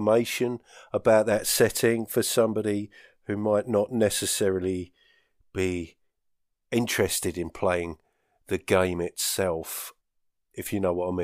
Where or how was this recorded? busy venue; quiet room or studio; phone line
quiet room or studio